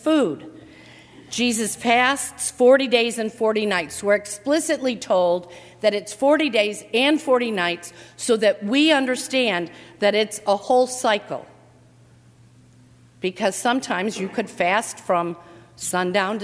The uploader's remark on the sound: during the 7:00 PM Ash Wednesday service on Sunday March 6, 2019, at First Presbyterian Church of Arlington Heights, Illinois.